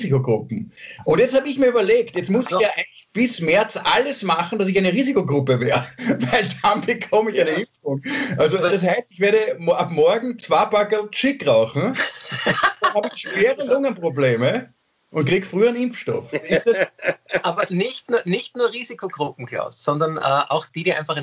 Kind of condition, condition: link, video call